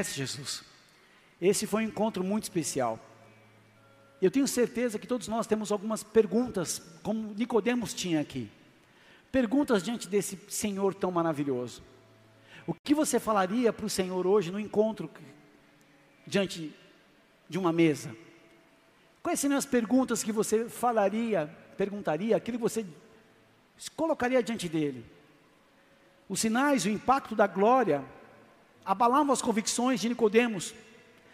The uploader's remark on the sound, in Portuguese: Áudio extraído do culto da Igreja Bola de Neve Porto Alegre, do dia 03/12/2023